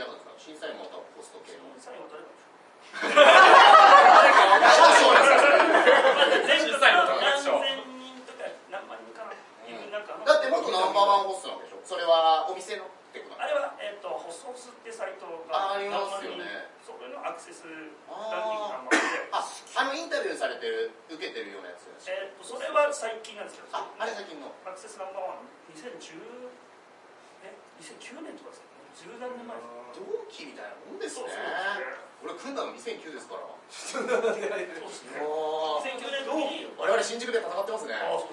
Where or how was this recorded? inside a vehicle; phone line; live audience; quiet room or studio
live audience